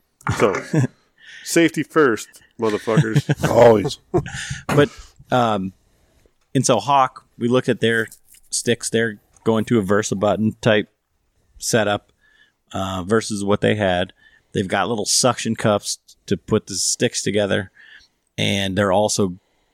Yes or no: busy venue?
no